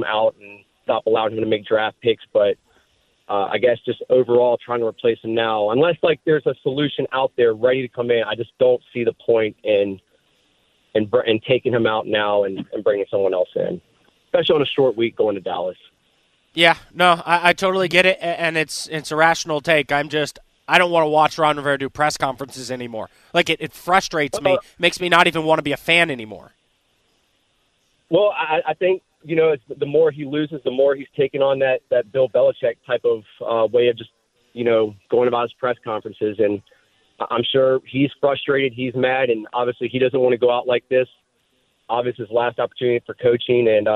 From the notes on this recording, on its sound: Take some calls. We take some more calls from Washington Commander’s fans.